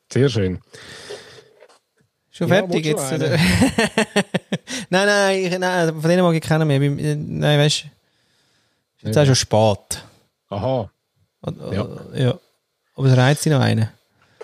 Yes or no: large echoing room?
no